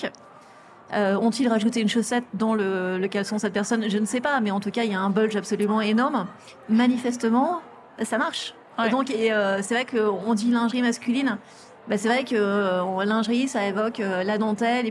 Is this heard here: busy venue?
yes